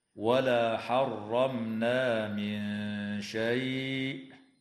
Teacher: وتخفى النون الساكنة عند الشين مع الغنة مرققة في قوله تعالى: من شيء.